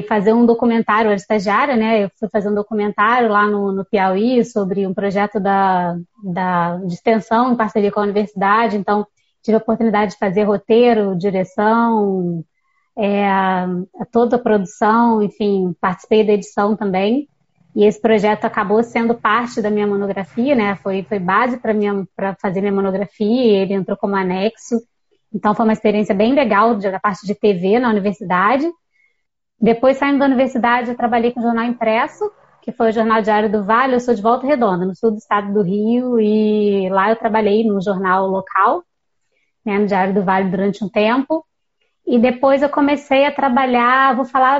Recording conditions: video call